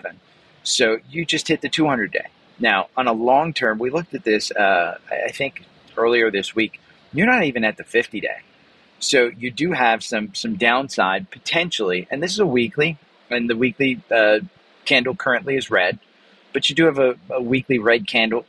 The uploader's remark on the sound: I'm recording today live from inside AT&T Stadium in Dallas - the home of the Dallas Cowboys.